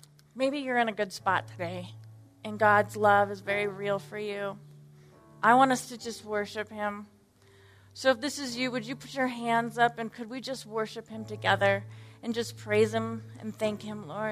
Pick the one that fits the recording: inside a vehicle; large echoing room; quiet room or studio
large echoing room